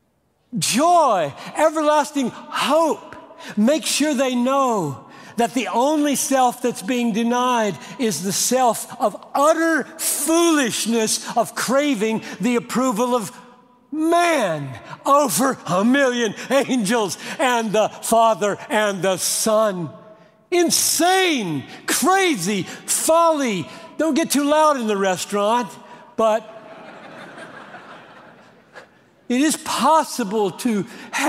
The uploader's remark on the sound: preached this message at The Gospel Coalition 2019 National Conference